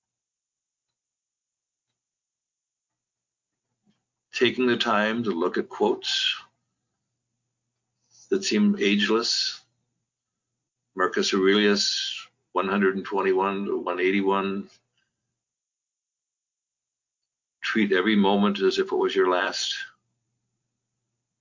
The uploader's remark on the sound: Due to some technical difficulties, you may hear some disconnection issues.